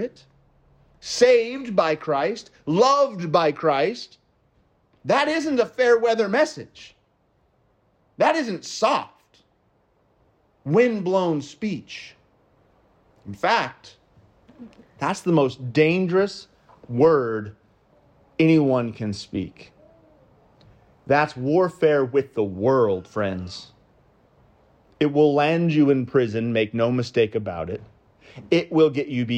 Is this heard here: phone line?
no